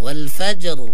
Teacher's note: إذا وقفنا على كلمة الفجر هنا إذا وقفنا عليها نقرأ الراء بالتفخيم